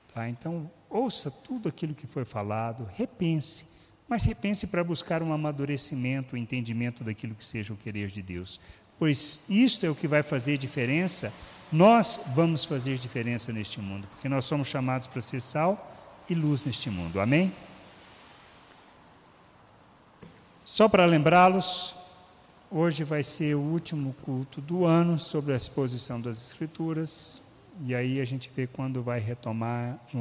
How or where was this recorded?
large echoing room